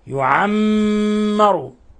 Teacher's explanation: يعمر، ميم ساكنة، ميم مشددة، ميم مشددة، حرف غن مشدد، فنكز على الميم ونعطيها غنة مقدارها حركتين